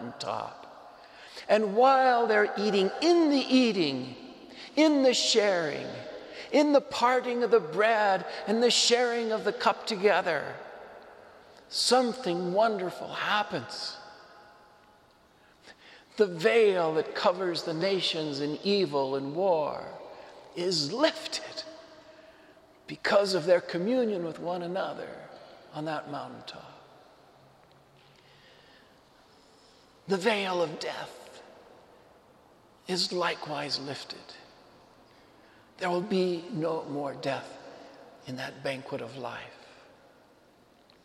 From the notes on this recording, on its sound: Homily preached to the Saint Francis Catholic Community in Cuenca, EC